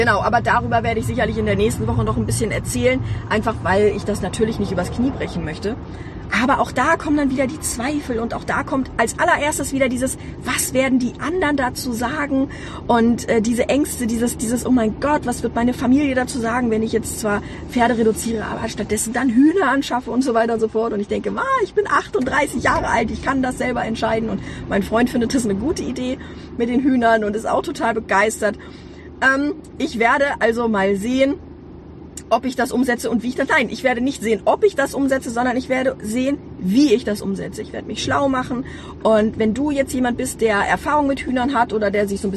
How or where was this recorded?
inside a vehicle